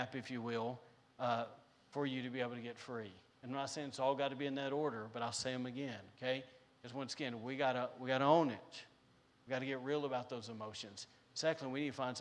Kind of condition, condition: setting, large echoing room